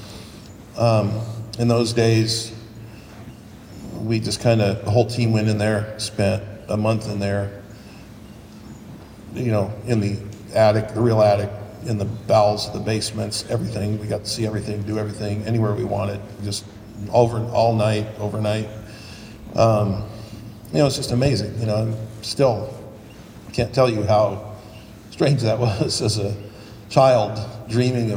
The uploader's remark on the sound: This episode contains excerpts from a panel recording from the inaugural Season’s Screamings event in Pasadena. Live on stage.